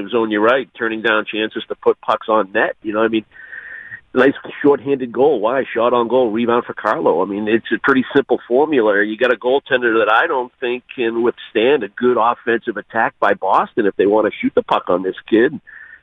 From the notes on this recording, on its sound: calls into the show